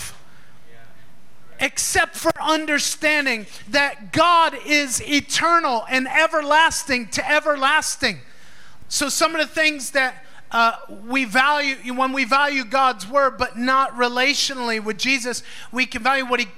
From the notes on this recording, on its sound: Recorded live in FIRE School of Ministry in Davao City, Philippines.